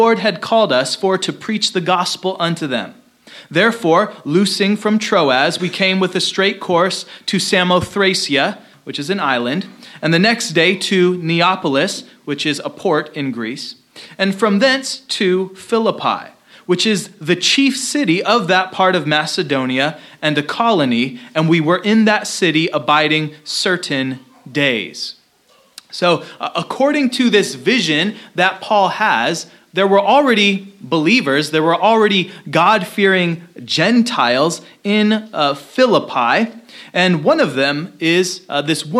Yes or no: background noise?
no